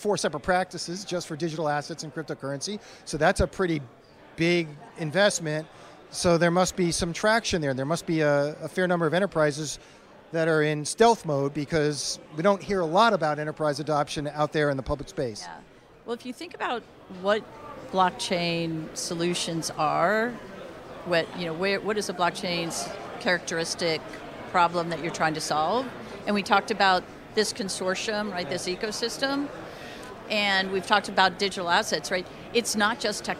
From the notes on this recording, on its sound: While at DC Blockchain Summit 2023 in Washington, DC